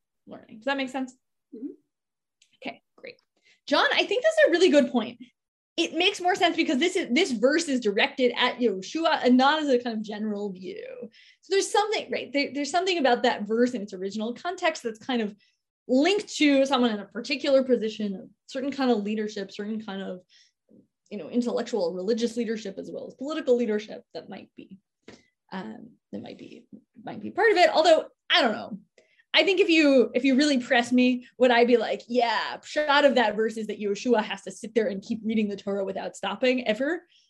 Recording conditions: video call